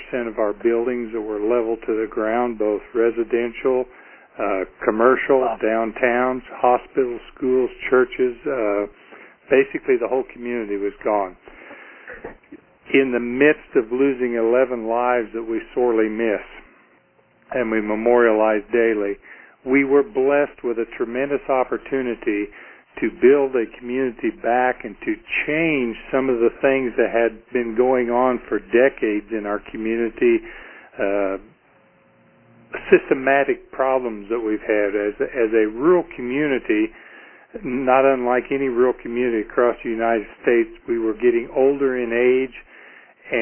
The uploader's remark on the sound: Call recorded on October 13, 2011.